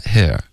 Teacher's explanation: 在英国呢，他们可能就会舌根稍微低一点发 here